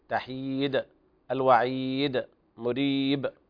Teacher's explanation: بين القلقلة الحروف الموقوف عليها كلها فيها قلقلة، نهاية رؤوس الآية، نهاية الآيات كلها حرف من حروف القلقلة.